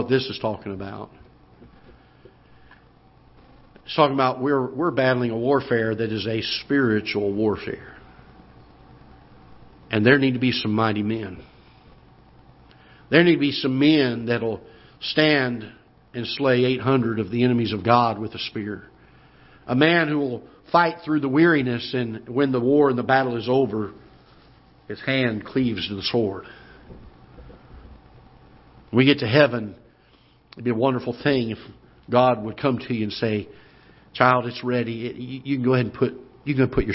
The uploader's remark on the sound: Ketha Heights Baptist Church ~ Live Broadcast